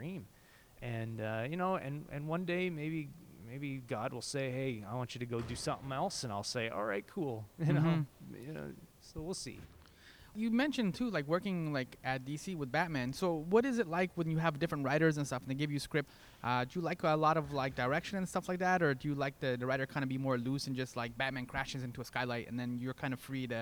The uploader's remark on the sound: Recorded: Friday September 1, 2017 6:00 pm (EST) in the CBC Building Lobby